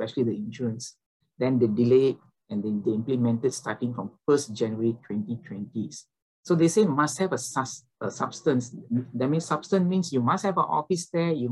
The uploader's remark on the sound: WEBINAR. For those joining us on Zoom.